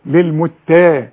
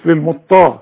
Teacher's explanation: التاء مرققة في المصحف كله للمتا مش للمطا · Shown in: first take